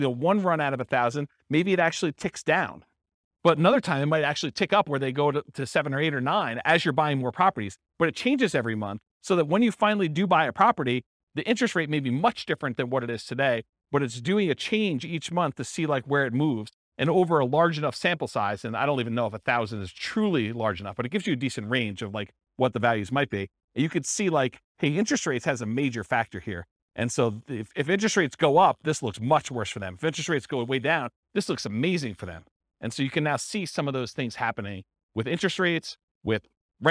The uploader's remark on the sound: This was a live class recorded